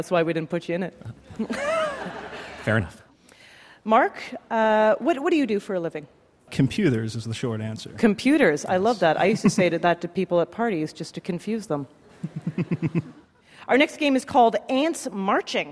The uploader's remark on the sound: LIVE From Central Park. This summer spectacular, recorded outdoors in New York City's Central Park, is a jam-packed show.